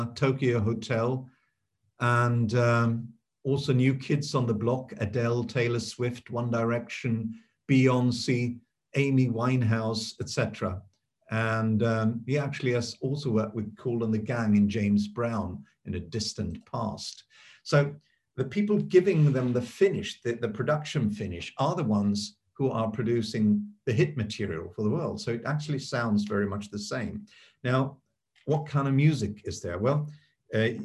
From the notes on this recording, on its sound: This public talk was conducted online via Zoom.